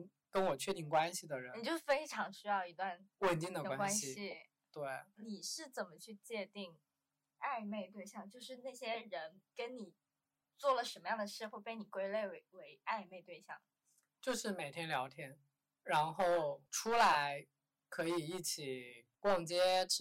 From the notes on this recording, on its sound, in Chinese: 忘记带麦克风，导致本期听感不太理想